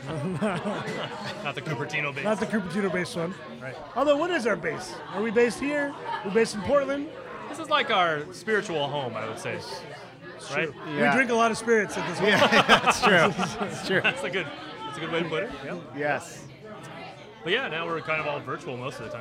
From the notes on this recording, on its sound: Recording at World Famous Paul & Eddie’s Monte Vista Inn in Cupertino, California.